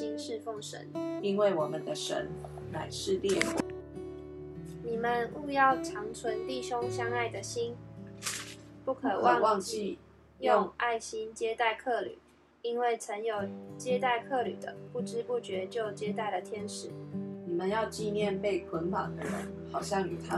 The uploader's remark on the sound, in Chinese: 今天換一個角度錄音，所以錄到許多刷刷刷的聲音，可惡啊！